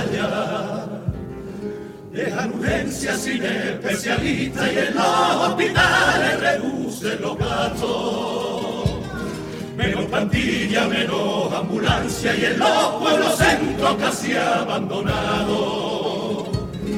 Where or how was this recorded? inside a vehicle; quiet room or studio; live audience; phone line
live audience